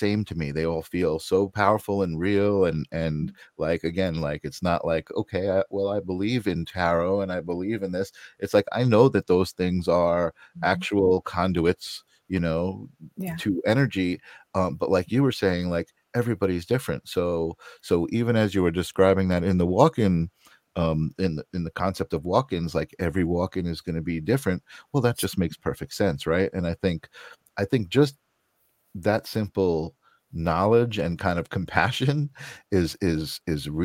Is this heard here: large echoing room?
no